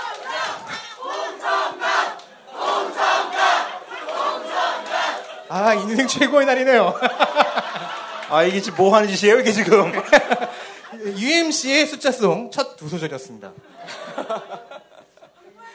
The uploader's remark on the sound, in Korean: 200회 특집 공개방송.